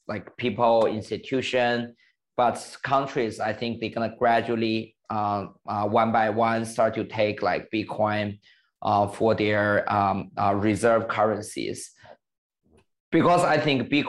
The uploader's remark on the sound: meet over zoom